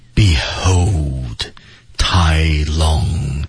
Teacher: 首先它是整体降调的特点。Behold, TaiLong，那都要降下去。然后呢，在节奏上来说，整体是慢的，把每个字要吐字非常的清楚。Behold，那个的半